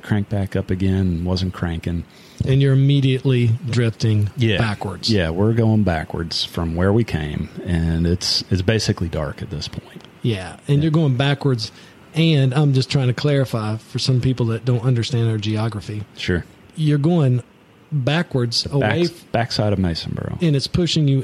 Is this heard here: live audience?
no